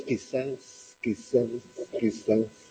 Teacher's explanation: La definición del fonema es dorsodental, fricativo, sordo, pero puede ser también apico-alveolar, no dorsodental.